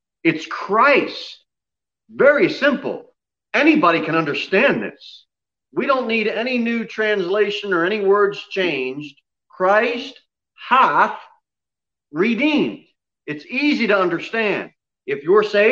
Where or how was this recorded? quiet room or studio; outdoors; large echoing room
large echoing room